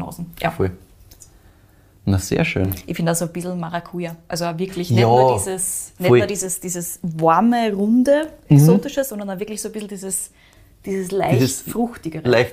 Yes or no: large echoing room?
no